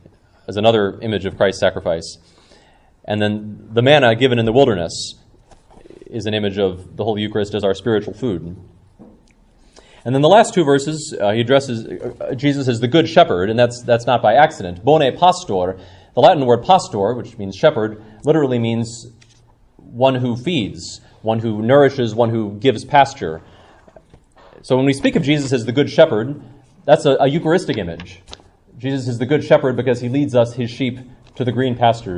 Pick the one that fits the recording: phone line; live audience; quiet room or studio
live audience